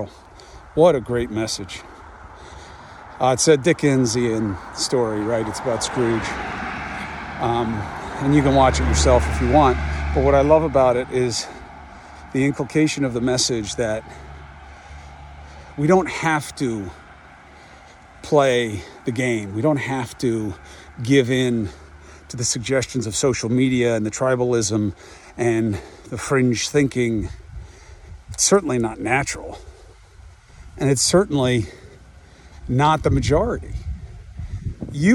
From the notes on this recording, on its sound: Walk and Talk